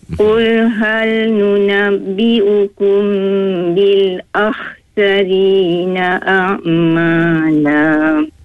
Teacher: Masa kita sebut kho tu, pangkal lidah kita tu macam ternaik sikit. Tapi jangan banyak sangat, sikit je. · Term: huruf kho